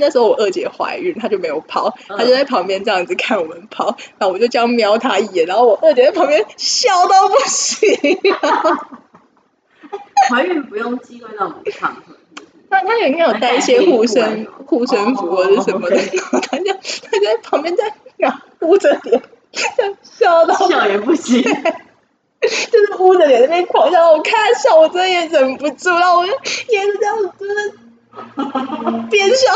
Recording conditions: poor sound quality